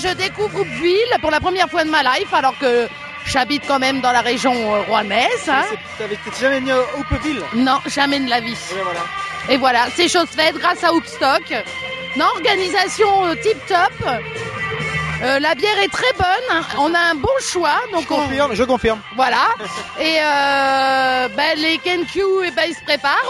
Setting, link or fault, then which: setting, busy venue